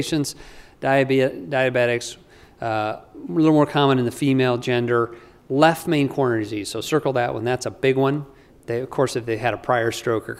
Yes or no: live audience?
yes